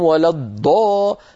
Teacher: مهما ضغط ومهما فخم لن يخرج معه ضاد أبدا، سوف يخرج معه دال مفخمة